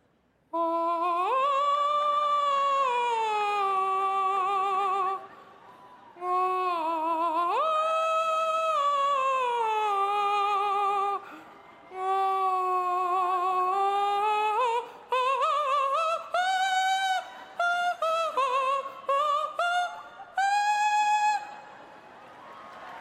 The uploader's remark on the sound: delivered the 134th commencement address at the University of Southern California on May 12, 2017